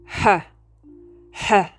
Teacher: Your H sound is called a glottal fricative, which means that the sound is produced in the glottis, which is the middle part of the larynx. There's a slight friction in the vocal cords and the air is pushed through the mouth.